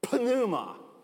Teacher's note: It's a silent P. The Greeks pronounce the P